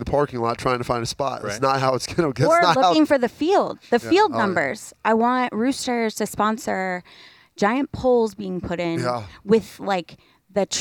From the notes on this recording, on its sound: during a fun, casual conversation at Roosters on Monday